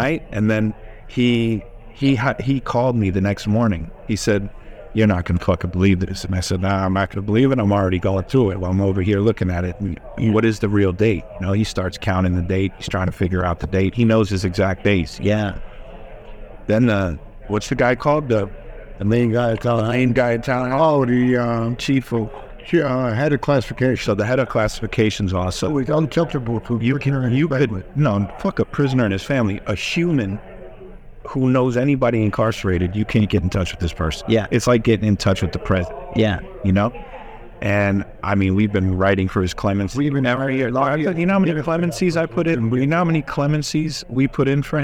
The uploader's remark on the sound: recorded on-site at Benzinga Cannabis Conference